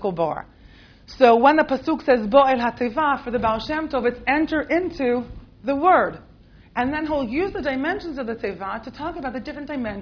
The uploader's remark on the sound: This audio was originally recorded on 06/22/2009 as part of Drisha's June Seminar.